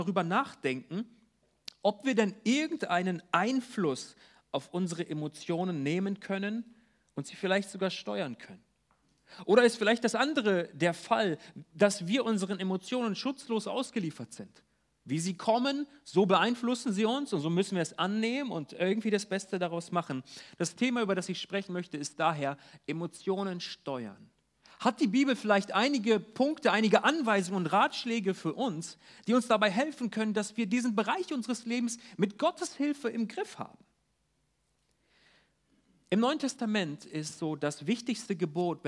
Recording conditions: large echoing room